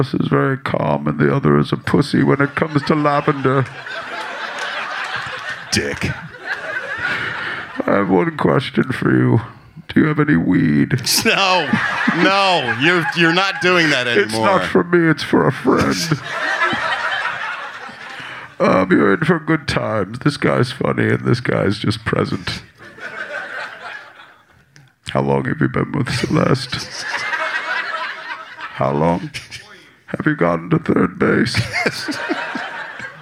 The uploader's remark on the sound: Perform live at Flappers Comedy Club in Burbank, CA on April 15, 2023.